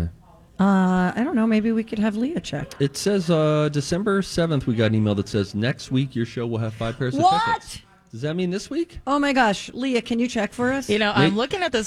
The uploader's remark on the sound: On Location at Popped Corn in Minnetonka